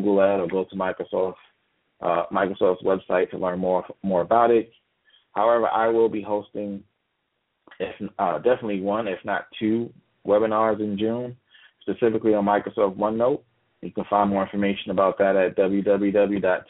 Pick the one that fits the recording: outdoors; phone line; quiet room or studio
phone line